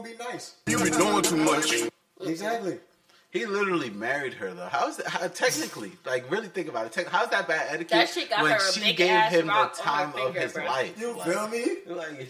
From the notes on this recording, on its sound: It was Memorial Day Weekend & the Pod decided to get together and throw the mics on. Please excuse any technical difficulties, as we recorded this without a camera crew.